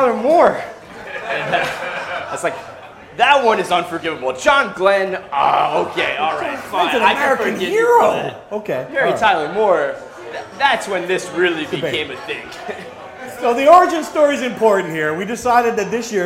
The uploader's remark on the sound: Rutgers Rant LIVE. The Rutgers Rant hosted its first live episode on Thursday night in New Brunswick. Answered questions from the crowd.